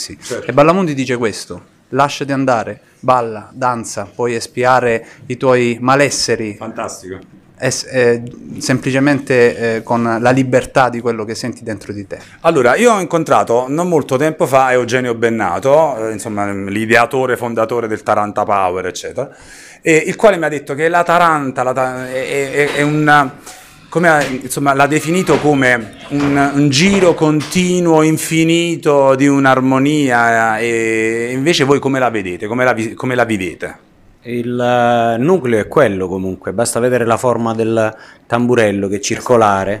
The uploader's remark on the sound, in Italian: Una band Salentina. Siamo in una zona recondita del Teatro Bolivar, per il Festival Nu' Traks il retropalco.